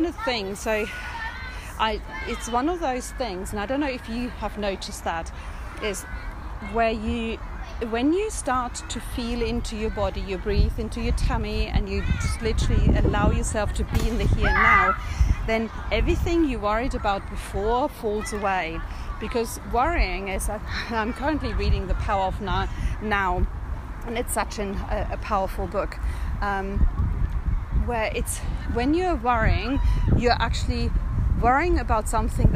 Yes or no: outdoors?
yes